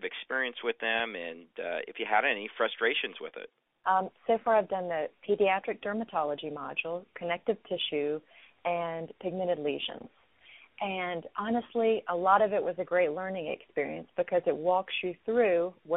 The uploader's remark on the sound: Phone Interview